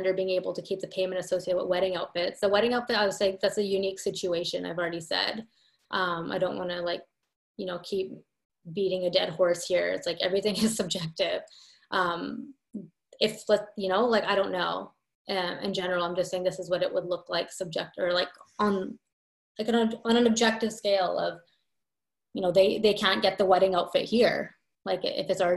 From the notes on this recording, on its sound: 1 Hour Q&A Webinar. Today we did a live Q&A session.